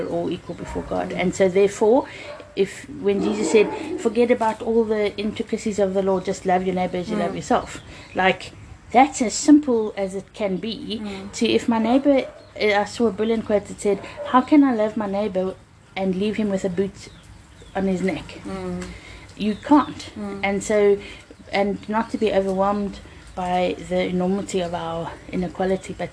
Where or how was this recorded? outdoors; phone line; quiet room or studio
outdoors